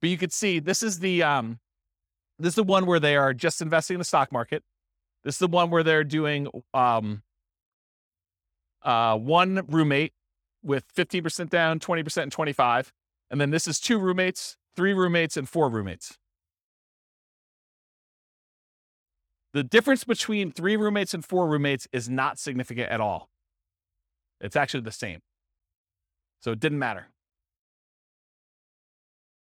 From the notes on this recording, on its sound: This was a live class recorded